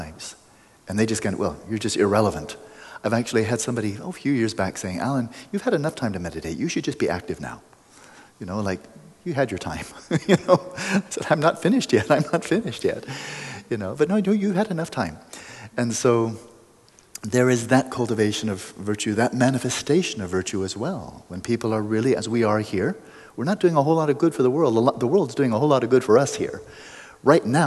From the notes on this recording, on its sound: After the practice we had some great, fluid assorted Q&amp;A with answers from the crowd. After the practice we had some great, fluid assorted Q&A with answers from the crowd.